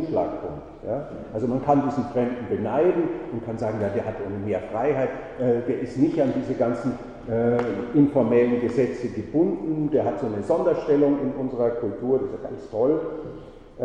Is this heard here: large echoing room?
yes